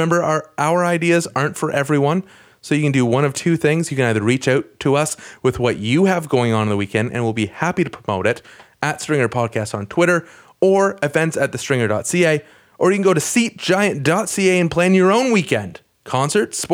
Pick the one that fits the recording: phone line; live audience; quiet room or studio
quiet room or studio